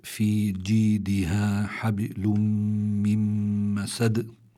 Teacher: عندي في كلمة حبل في عندي باء ساكنة وسكون أصلي هذا فعندي هون الباء مقلقلة لكن لكونها في وسط الكلمة بيكون القلقلة أخف مما لو كانت عند الوقف